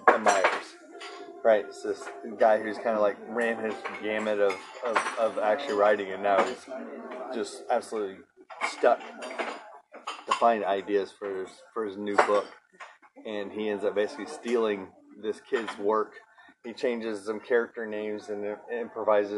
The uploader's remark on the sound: Recorded live in an IHOP with a bottomless coffee pot.